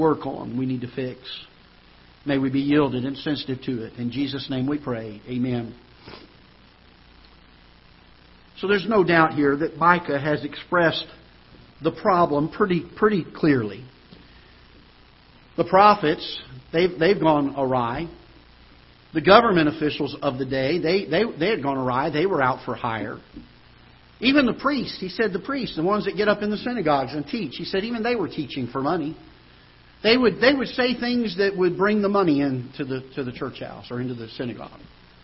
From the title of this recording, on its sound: Ketha Heights Baptist Church ~ Live Broadcast